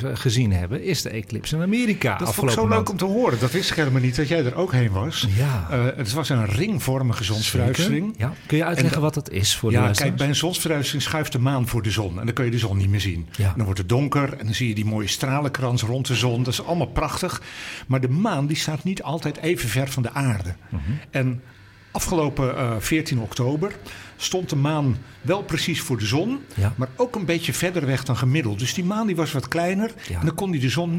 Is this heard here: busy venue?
yes